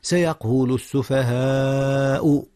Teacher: مد متصل يا أستاذنا. حيث الألف والهمزة في كلمة واحدة